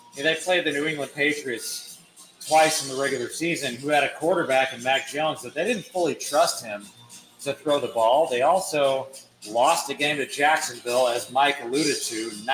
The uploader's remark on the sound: Live From Mr Brews Taphouse in Overland Park, KS